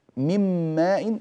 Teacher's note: مم ماء، فأنا انتقلت من الميم من كلمة من إلى الميم من كلمة ماء، وذهبت النون التي في الوسط ودخلت في الميم، وصار النطق بميم واحدة · Term: الإدغام